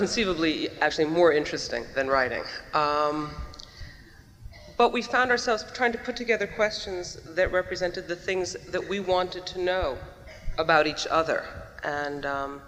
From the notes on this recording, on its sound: They seem to forget that there is an audience of more than 2,000 watching them.